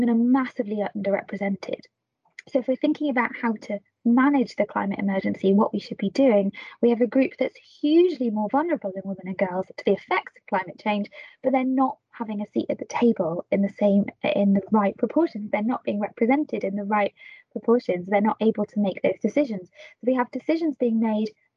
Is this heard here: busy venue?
no